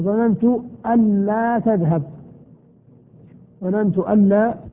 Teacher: والفاصل الثاني حرف نفي، أن يكون بين أن المخففة والفعل حرف نفي، كأن تقول ظننت أن لا تذهب، ظننت أن لا تذهب، طبعا سيكون إدغام بين أن ولا